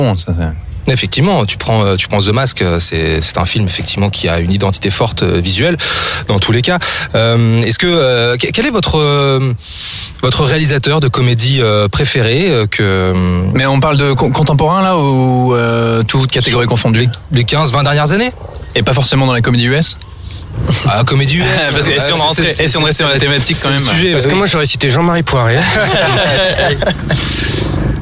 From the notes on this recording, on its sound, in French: Enregistré au Parc de Bercy le samedi 21 avril 2018